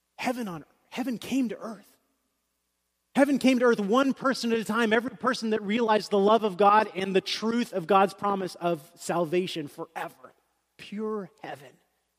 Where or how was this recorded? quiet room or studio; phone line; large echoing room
large echoing room